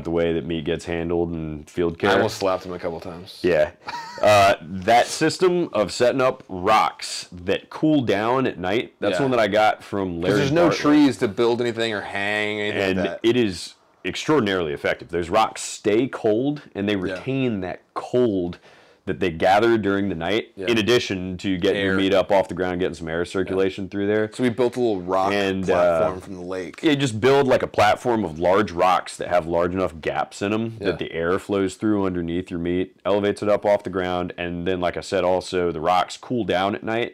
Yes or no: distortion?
yes